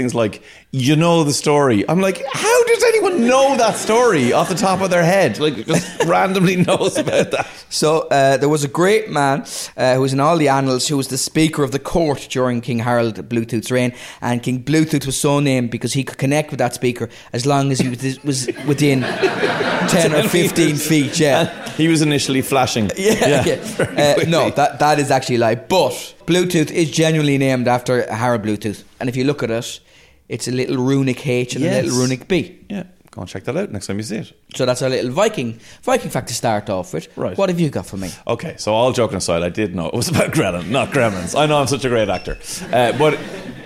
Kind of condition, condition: setting, live audience